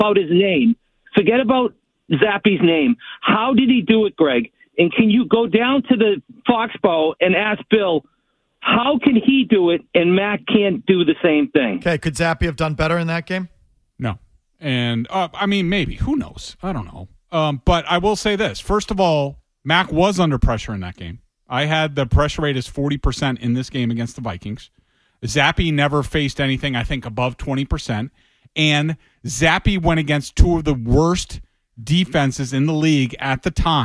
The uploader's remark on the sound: Callers Weigh.